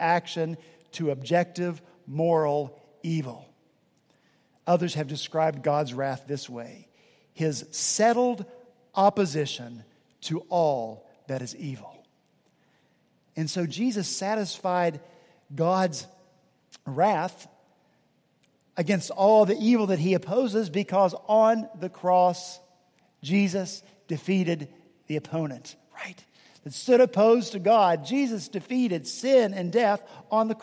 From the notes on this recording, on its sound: at Redeemer Presbyterian Church in Charleston, SC